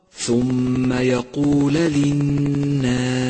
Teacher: ثالثا، احذر من اللحن عند قراءة كلمة يقول، يقول، ولاحظ فتحة اللام وإياك من ضمها